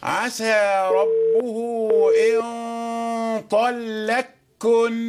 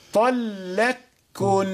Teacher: أدغمت إدغاما كاملا. أدغمت القاف إدغاما كاملا في الكاف · Term: إدغام محض